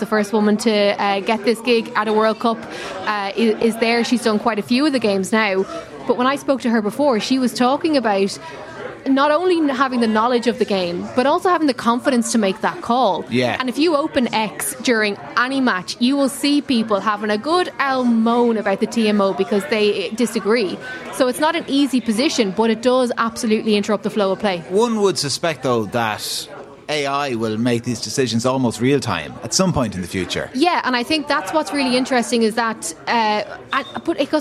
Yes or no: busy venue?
yes